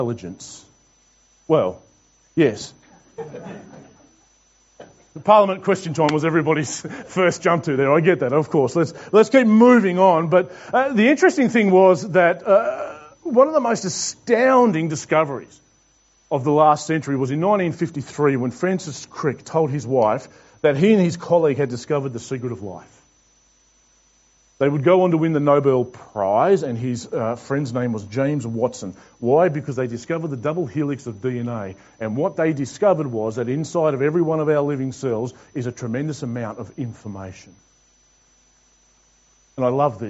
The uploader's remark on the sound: This message was preached to The Rock Christian Church on Sunday 27th June 2021.